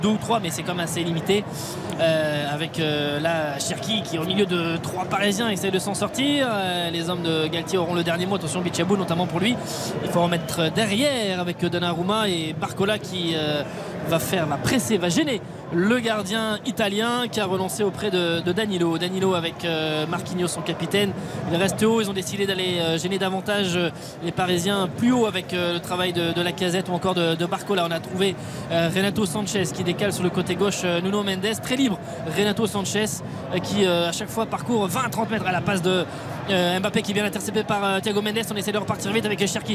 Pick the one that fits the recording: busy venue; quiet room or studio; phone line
busy venue